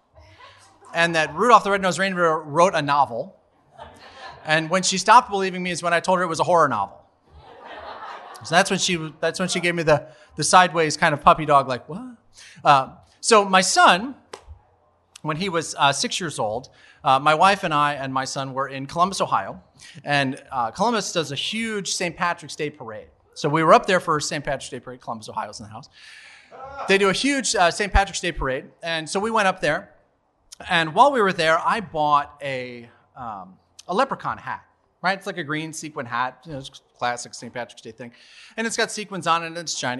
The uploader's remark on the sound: Recorded LIVE at B-Sides in Memphis, TN.